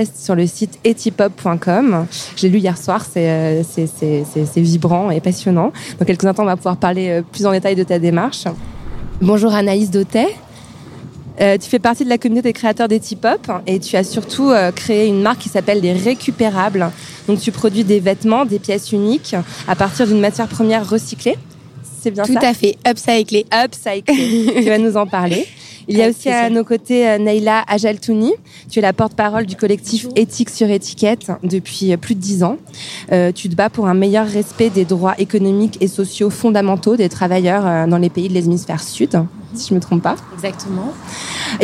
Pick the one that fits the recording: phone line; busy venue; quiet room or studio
busy venue